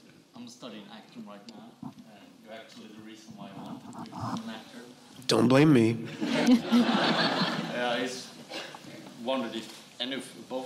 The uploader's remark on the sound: Recorded live at The Stockholm International Film Festival.